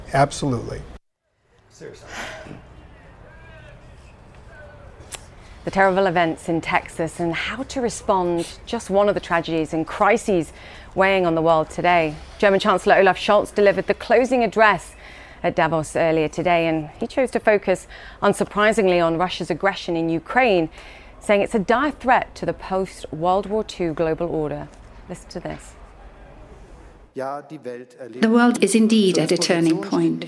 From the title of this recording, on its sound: Live from the World Economic Forum